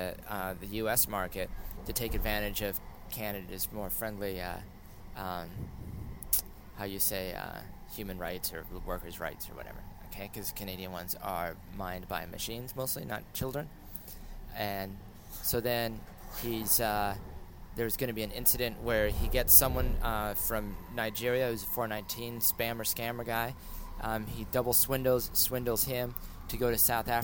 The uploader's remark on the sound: I came across a recording spontaneously spieled while riding the bus from North Van to Surrey.